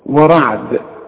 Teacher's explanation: واحد بيقول لي طب وانا قلت لي واو وما خدتش بالي، اقول له علشان الراء، الراء دي مفخمة وانت خدت برضو الراء، الراء ده مفتوحة مفخمة لكن الواو مرققة